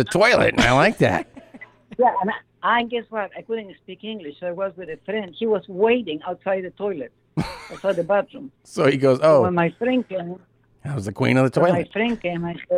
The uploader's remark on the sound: On the phone.